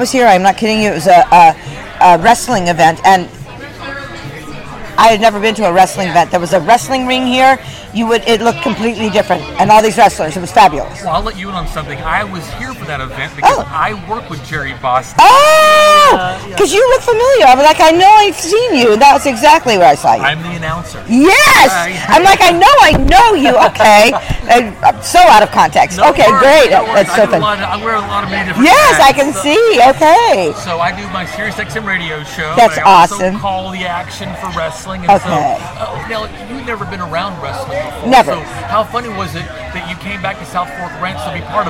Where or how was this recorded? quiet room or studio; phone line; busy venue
busy venue